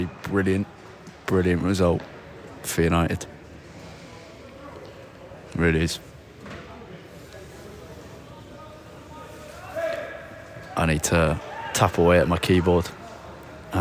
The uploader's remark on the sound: live from Old Trafford